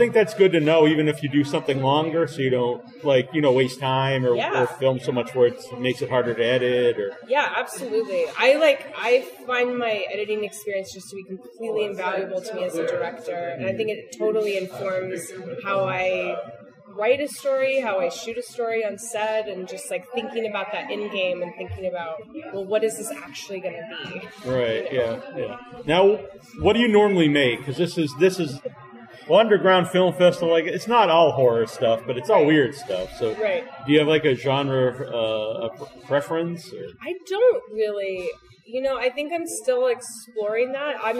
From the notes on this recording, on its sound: On location in Cambridge for The Boston Underground Film Festival. On location in Cambridge for The Boston Underground Film Festival. In person interview from BUFF 2019.